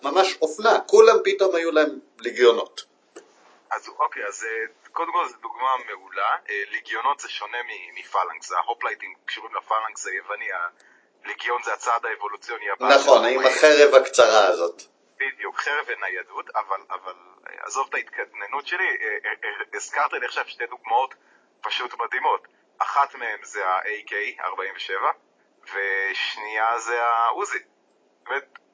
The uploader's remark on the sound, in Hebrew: מאילוצי זמן הקלטנו פרק קצר בלי להיפגש - איכות הסאונד, כרגיל, לא משהו.